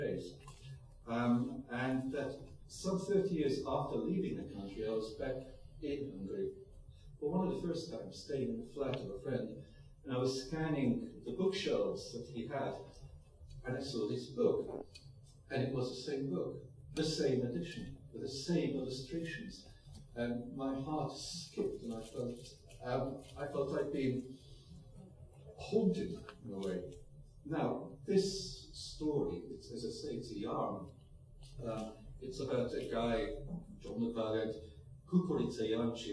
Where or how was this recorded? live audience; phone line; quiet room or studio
live audience